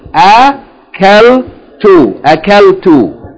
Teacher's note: There's a sukun, that means that lamb is joined as one syllable with the kaf and fatha before it.